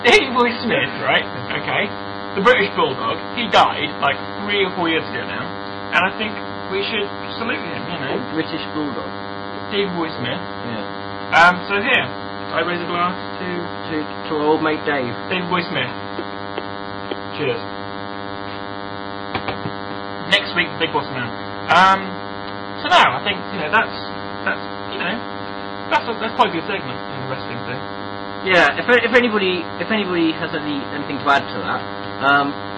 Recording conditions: poor sound quality